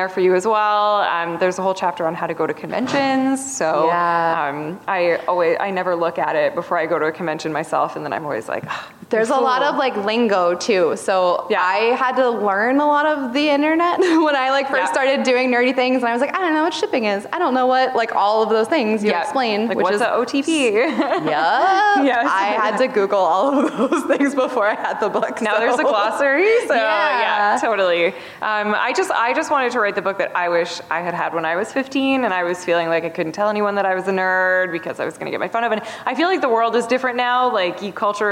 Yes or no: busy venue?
yes